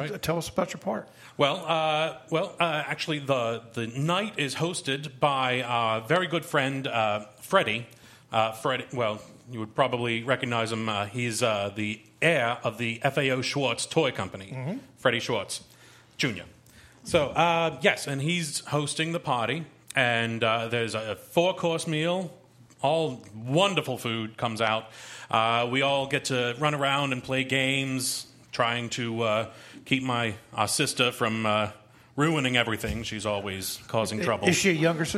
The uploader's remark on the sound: Smart Talk broadcast live from Mount Hope Estate and Winery, located on Route 72 between Manheim and Lebanon -- just off Exit 266 of the Pennsylvania Turnpike.